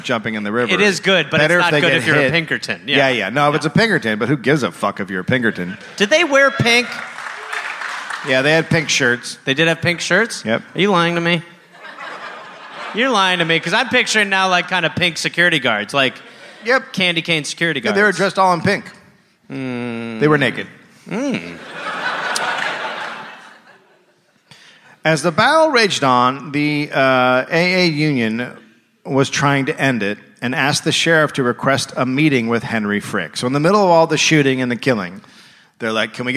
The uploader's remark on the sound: Live in Pittsburgh